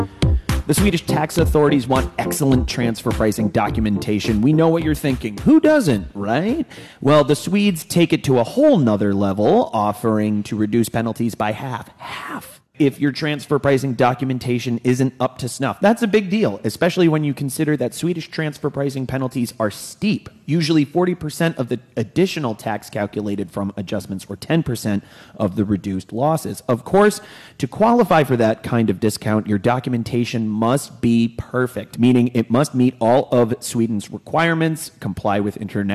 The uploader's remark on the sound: live from CrossBorder Solutions' quarterly summit in beautiful Sarasota, Florida